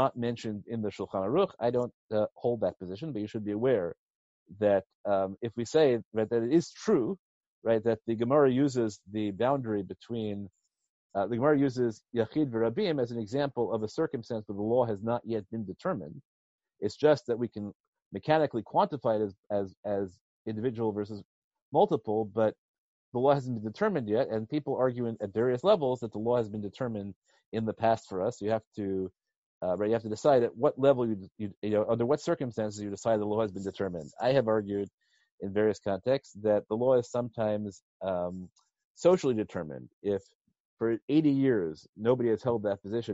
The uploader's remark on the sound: given recently as a ZOOM video conference